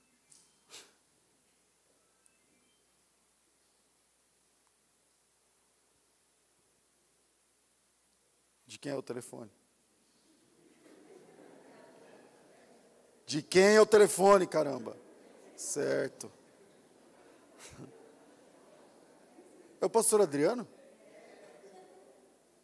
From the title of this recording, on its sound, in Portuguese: Culto ao vivo